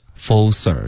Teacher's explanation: 是一个科连到斯的音，kser，不能省略科